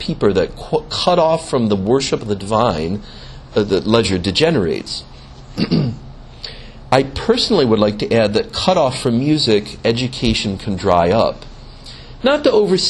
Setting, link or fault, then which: setting, large echoing room